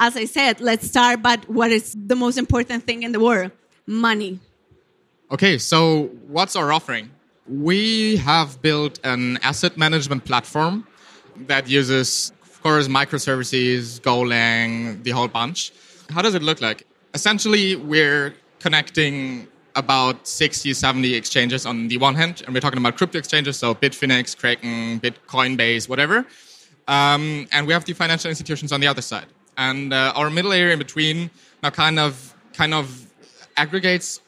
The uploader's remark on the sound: This Keynote was held at the ITCS FFM 2019.